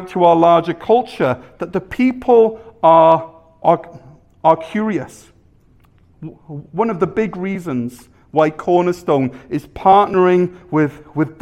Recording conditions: large echoing room